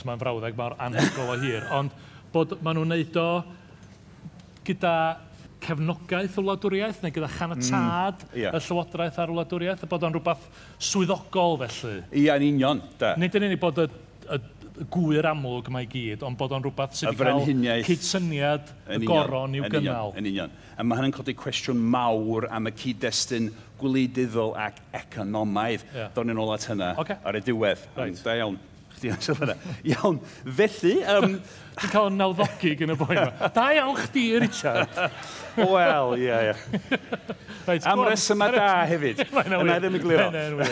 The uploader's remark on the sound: Here’s a special live episode recorded in the Literature tent of the Llŷn and Eifionydd National Eisteddfod, and what better subject to discuss on the Maes in Boduan.